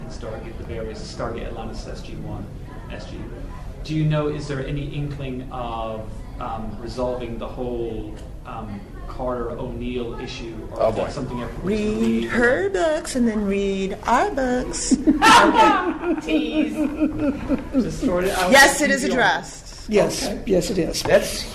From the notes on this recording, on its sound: take the podcast to a recent panel at TimeGate con in Atlanta